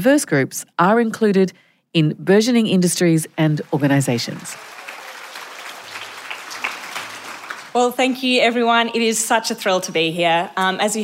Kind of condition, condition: setting, live audience